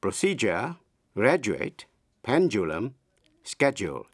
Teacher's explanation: Với bốn chữ, procedure, graduate, pendulum, schedule, trong đó âm D phát âm là J.